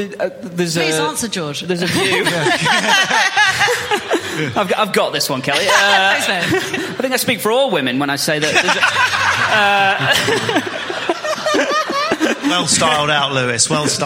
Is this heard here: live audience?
yes